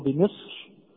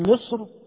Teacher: هذه الراء دائرة بين التفخيم والترقيق، ولكن التفخيم أولى